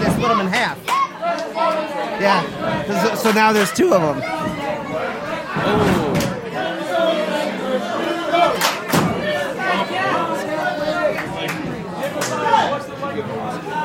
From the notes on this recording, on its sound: Live From XICW 202 Night Of Champions